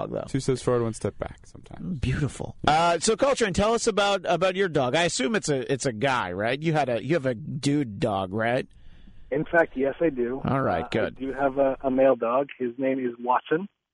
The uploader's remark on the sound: Back in studio. Back on the phone from Boston.